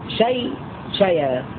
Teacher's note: ولو عند الوقف النقل هكذا شيء شيء، يعني تكون الياء مخففة شيء وشيء، والياء هنا في شيء مفتوحة لأننا نقلنا إليها حركة الهمزة